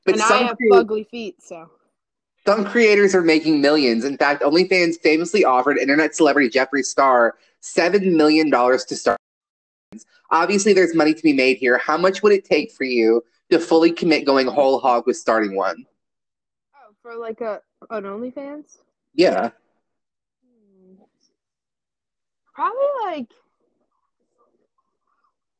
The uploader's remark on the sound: this episode's sound quality definitely took a ride on the struggle bus